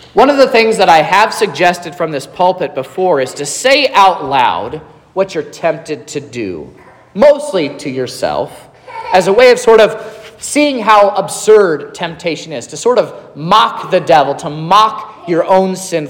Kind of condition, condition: setting, large echoing room